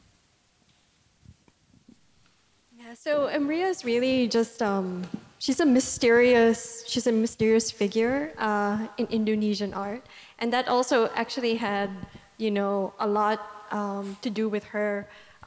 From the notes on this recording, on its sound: This session was recorded live in November 2019 at National Gallery Singapore.